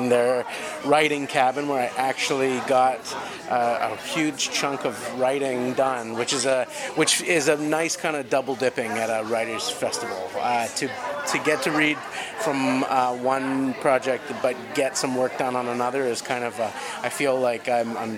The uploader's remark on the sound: podcast from the 2016 Sunshine Coast Festival of the Written Arts